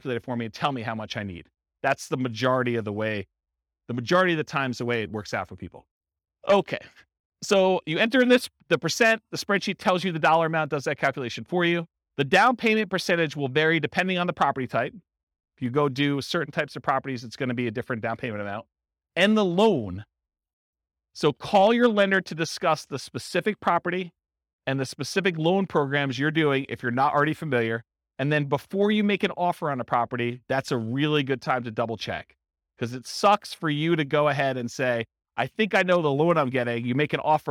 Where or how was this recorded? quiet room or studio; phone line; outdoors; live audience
live audience